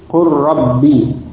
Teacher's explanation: Bukan qul rabbi, lamnya itu di kemudian dimasukkan atau diidghamkan ke ra menjadi qur rabbi. Ini jenis idgham yang kedua. · Term: idghamil lami fil ra'i